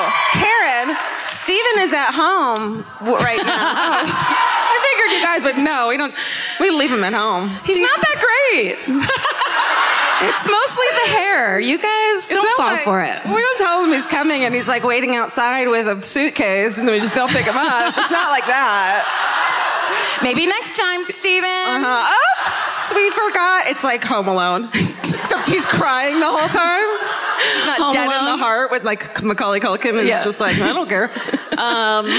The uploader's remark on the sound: Live at the Boulder Theater. Comes to you live from the Boulder Theater.